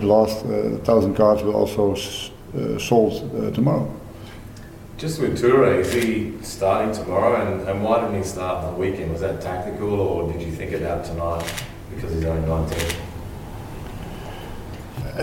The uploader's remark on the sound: Pre-match press conference. Speak with media at Coopers Stadium ahead of the FFA Cup Final 2019.